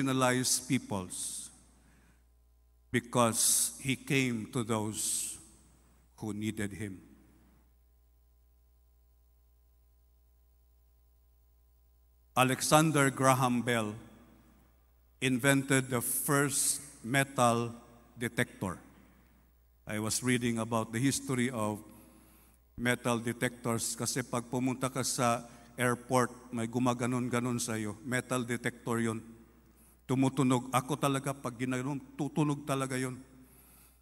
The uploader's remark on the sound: This podcast was recorded live last March 19, 2023 at Zamboanga City Alliance Evangelical Church.